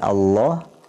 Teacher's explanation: kemudian ada pembuangan i-nya menjadi Allah ya, dan ditebalkan bacanya Allah ya